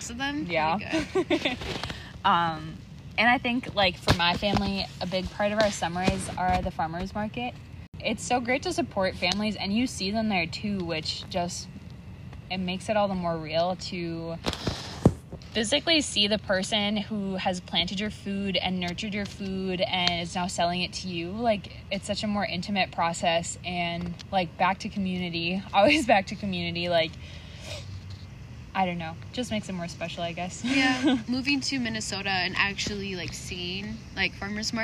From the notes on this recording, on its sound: Excuse the background noises, we were recording outside!!